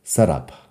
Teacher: no digo la T muy fuerte, setup, lo digo como si fuera una D